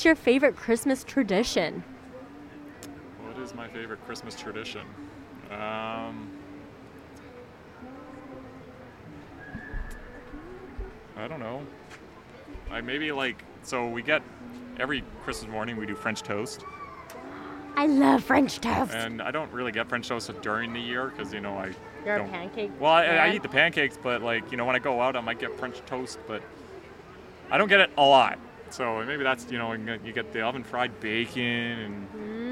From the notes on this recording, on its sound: We're live on location again at the Shipyards Christmas Market!